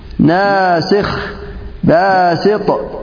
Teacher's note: هذه الألف لا تمال لوقوع حرف من حروف الاستعلاء بعدها مفصولا بحرف واحد · Term: ما في إمالة